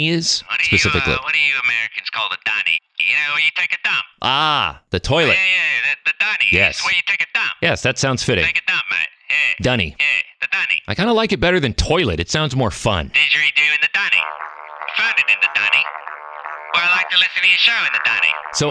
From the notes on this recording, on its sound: on the phone with some surprise special guest characters